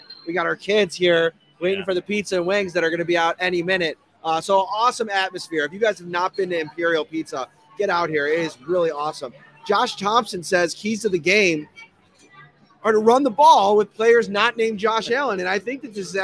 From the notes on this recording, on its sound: live at Imperial Pizza in South Buffalo